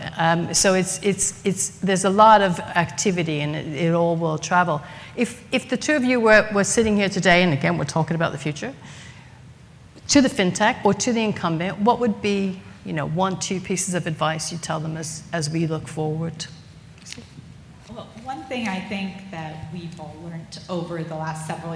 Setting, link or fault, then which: setting, busy venue